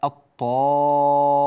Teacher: تلاحظون أننا لا نلفظ اللام · Term: اللام الشمسية